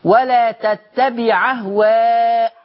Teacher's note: باخد الحركة اللي على الهمزة دي واحطها للحرف الساكن اللي قبل منه فتبقى العين بقت هي اللي مفتوحة